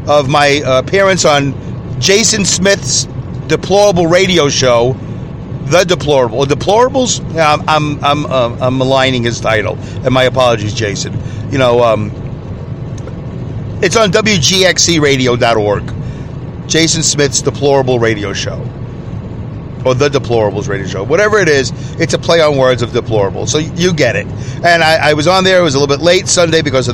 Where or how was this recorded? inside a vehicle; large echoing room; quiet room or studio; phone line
inside a vehicle